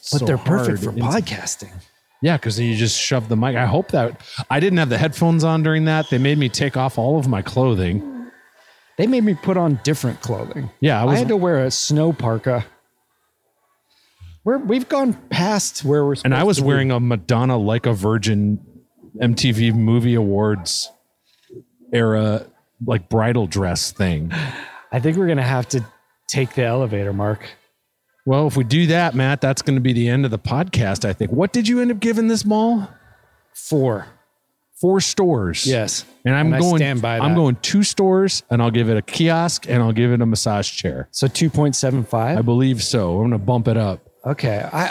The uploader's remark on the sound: as they walk a local mall